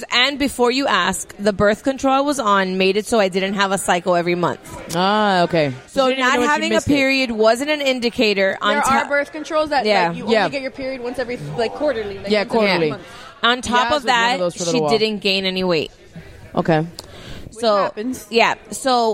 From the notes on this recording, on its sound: Record from Game Con, where we were celebrating International Table Top Games Day.